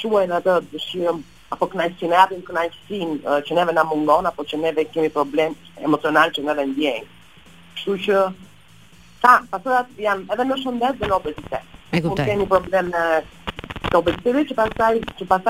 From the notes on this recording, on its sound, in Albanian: Nëpërmjet një lidhje telefonike për “Live From Tirana”.